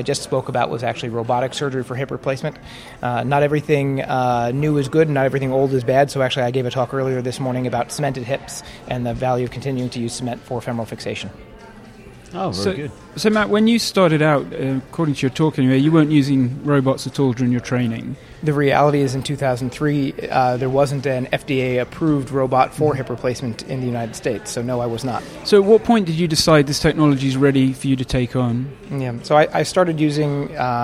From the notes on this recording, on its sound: Coming at you live(ish) from the Bellagio Hotel and Casino in Las Vegas Nevada. Today is day one at the Orthopedic Summit we got to enjoy several outstanding presentations and panel discussions.